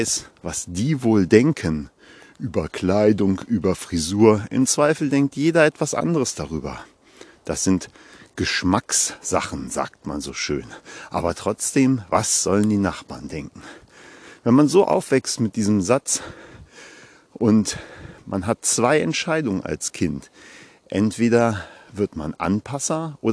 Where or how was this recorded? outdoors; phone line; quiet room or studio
outdoors